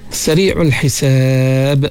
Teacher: Bila waqaf dia ada qalqalah, dia punya qalqalah kubra ketika waqaf. Kalau di tengah ayat sughra.